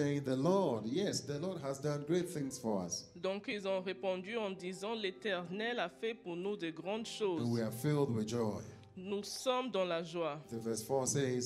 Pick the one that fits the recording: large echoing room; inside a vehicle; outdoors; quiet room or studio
large echoing room